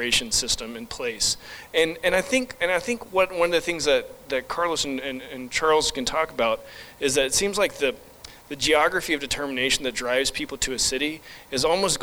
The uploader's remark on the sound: This is the audio of the public event presentation. Recorded at the Holyoke Health Center.